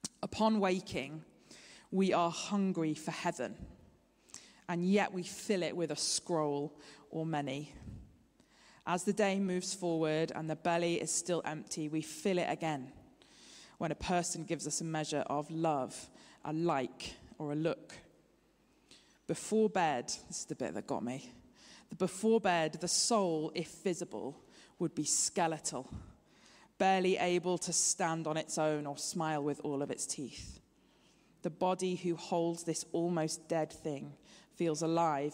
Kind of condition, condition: setting, large echoing room